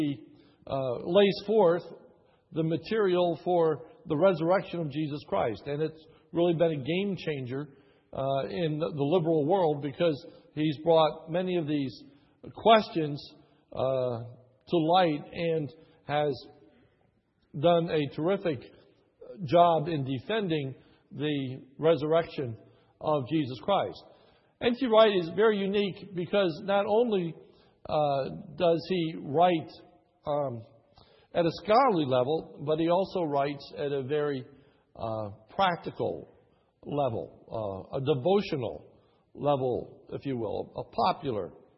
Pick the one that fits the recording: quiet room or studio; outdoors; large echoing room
large echoing room